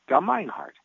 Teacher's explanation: But a handy way to remember how to say it is it's gum, like juicy fruit that you chew on, and then it's mine, like mine, not yours, and then it's heart, like Valentine. And the emphasis is on the mine, like a four-year-old saying mine.